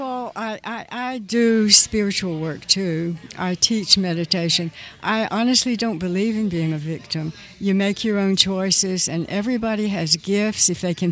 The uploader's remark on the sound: FROM GONZOFEST. Live interview from Louisville.